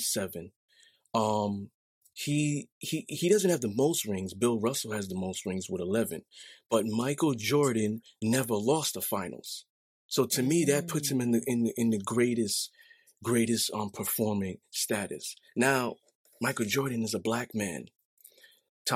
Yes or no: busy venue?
no